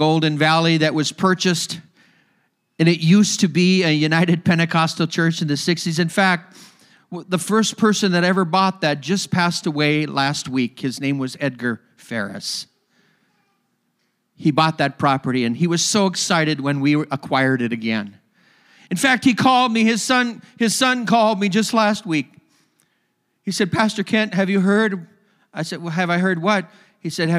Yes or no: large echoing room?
yes